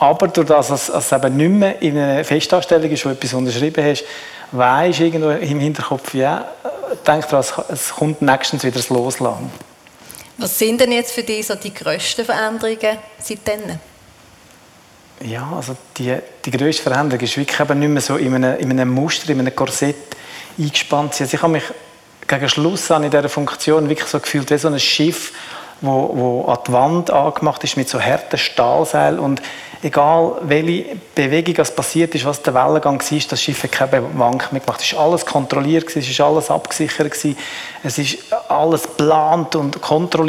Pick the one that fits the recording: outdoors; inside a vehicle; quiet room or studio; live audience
live audience